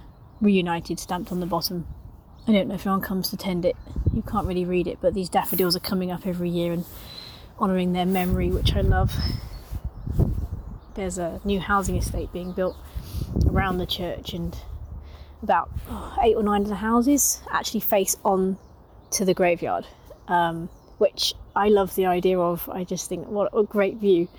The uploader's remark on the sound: As I wandered around our local one I recorded my thoughts out loud to share with you. Down to the local church graveyard with me, where I recorded a few of my musings (with added wind noise, which I've found a way to correct for next time!).